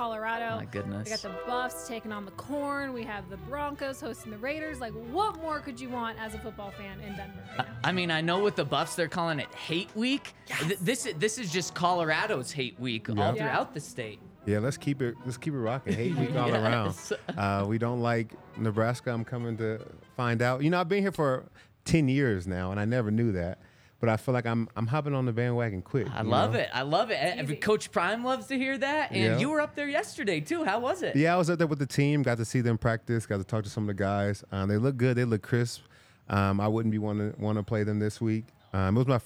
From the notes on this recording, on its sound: coming to you LIVE from the DNVR Bar